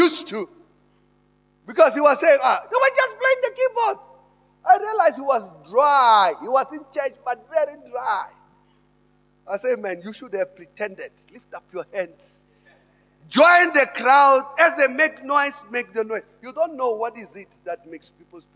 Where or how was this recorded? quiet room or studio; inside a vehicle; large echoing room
large echoing room